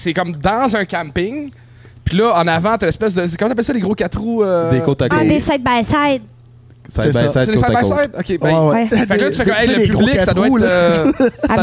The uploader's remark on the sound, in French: Un merci particulier au Le Paramount et Gabitibi pour m'avoir permis une seconde fois d'enregistrer un Podcast dans leur établissement!